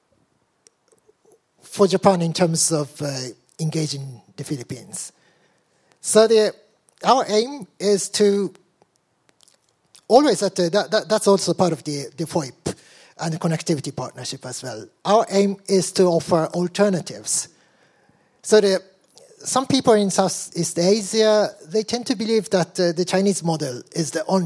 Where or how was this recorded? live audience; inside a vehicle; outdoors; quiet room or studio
live audience